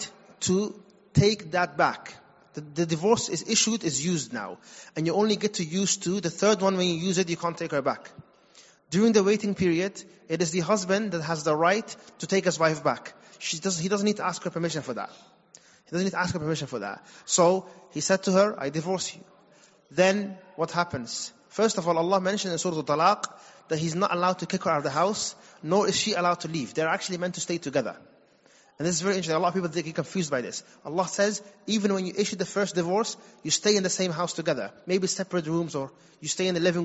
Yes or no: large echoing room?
yes